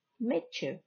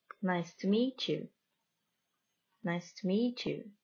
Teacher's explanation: In the word meet, T, you listen to the last sound, but when it comes followed by the word you, the sounds join to create ch. So meet you becomes meet you. · Term: assimilated sounds